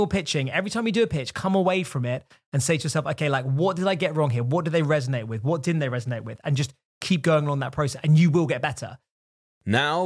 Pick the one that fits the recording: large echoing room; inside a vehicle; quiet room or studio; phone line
quiet room or studio